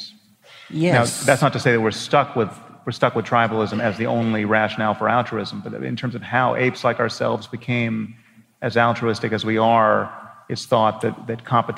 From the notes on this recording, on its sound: Recorded at the Orpheum Theatre in Vancouver on November 2, 2017.